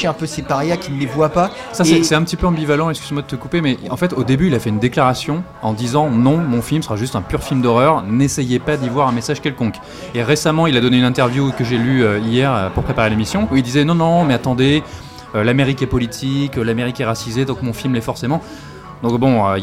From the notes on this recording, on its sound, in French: Enregistré au Hurling pub (8 Rue Descartes, 75005 Paris)